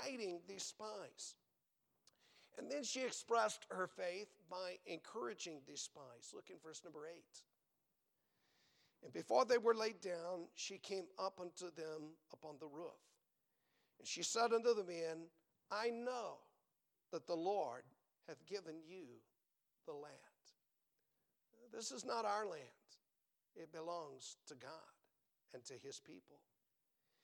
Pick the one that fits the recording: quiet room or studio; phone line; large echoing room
large echoing room